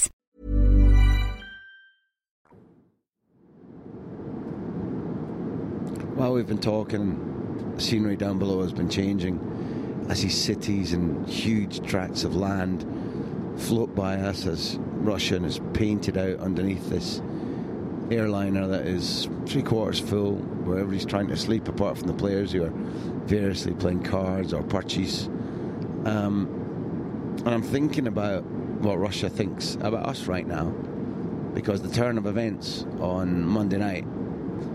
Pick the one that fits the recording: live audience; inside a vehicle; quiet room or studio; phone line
inside a vehicle